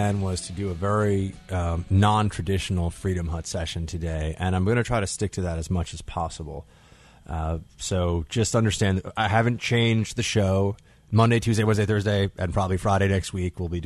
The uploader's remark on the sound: your phone calls